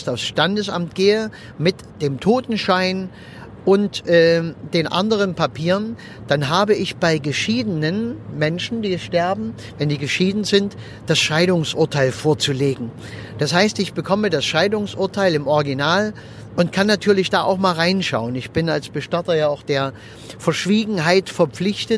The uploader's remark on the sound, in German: Und wenn ich mit meinem Aufnahmegerät am Straßenrand im Auto sitze, wenn ich während der Autofahrt aufnehme oder sonst irgendwie, dann ist die Aufnahmequalität etwas gemindert.